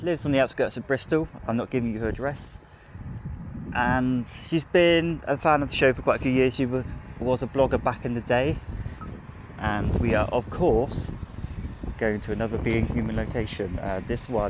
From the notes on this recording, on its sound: Your host talks to himself in public and hopes people just think that he's on a strange phone call.